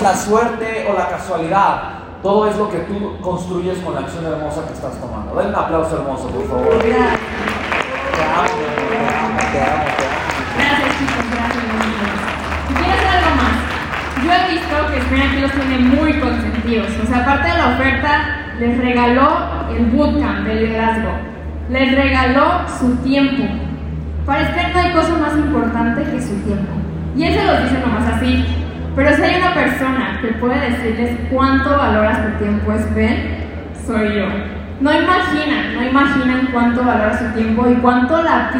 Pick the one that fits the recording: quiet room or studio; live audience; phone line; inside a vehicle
live audience